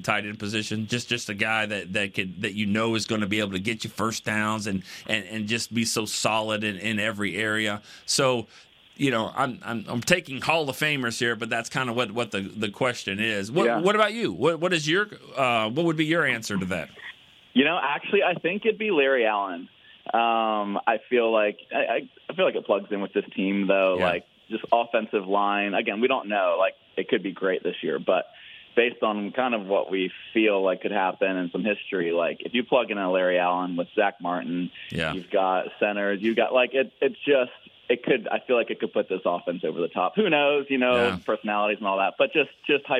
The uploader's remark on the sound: Friday’s show was heavy on the phone calls